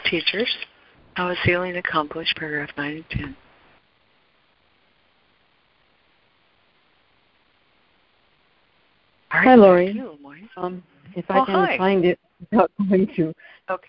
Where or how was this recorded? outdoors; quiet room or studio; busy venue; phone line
phone line